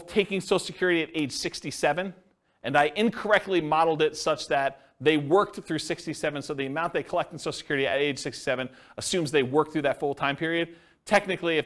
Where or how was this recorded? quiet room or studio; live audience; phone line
live audience